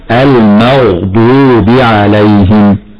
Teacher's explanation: ومن الخطأ أيضا ترقيق الغين، لأننا قلنا أنها من حروف التفخيم وتفخم هكذا: المغضوب عليهم.